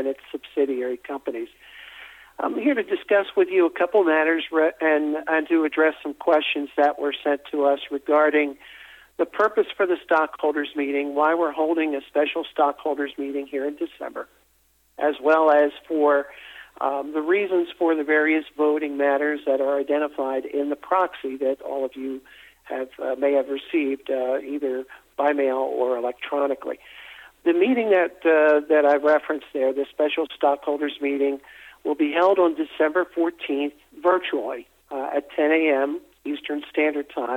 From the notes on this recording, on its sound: investor conference call